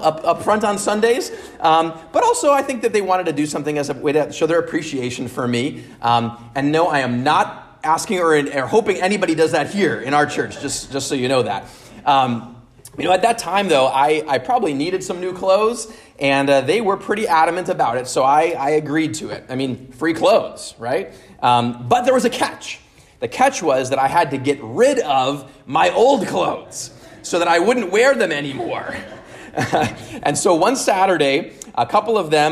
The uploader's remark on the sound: at Immanuel Lutheran Church in Pasadena, CA